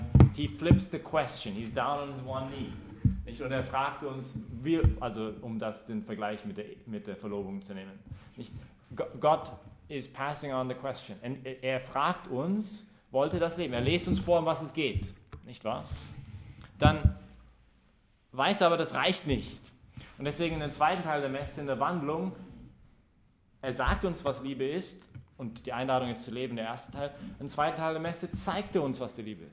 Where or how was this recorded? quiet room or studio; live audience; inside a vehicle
live audience